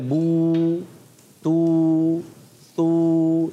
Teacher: تو ہونٹ گول ہو جاتے ہیں